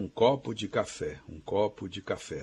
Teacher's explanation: quase não se ouve a preposição de, que vira de, super fraquinha